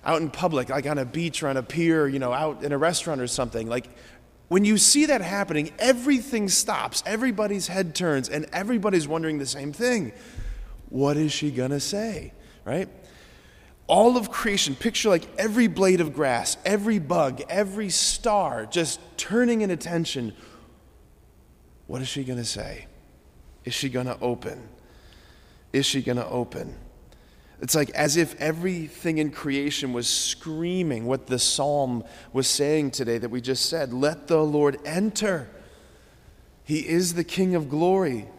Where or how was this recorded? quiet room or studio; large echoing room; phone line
large echoing room